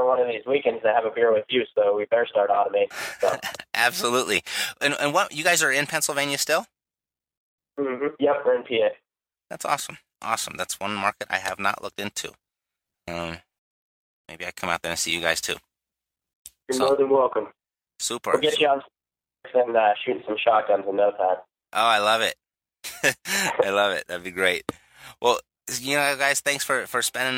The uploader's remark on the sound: received a phone call from two podcast listeners